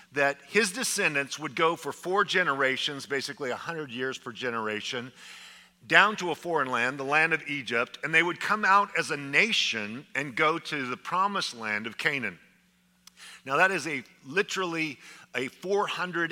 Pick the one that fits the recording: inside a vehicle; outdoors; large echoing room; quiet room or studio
large echoing room